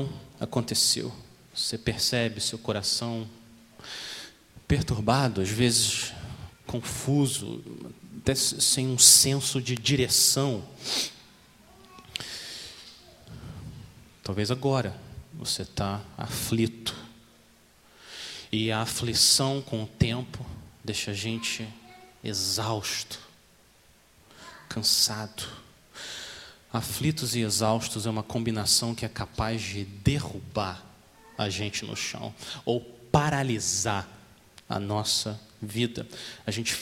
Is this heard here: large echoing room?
yes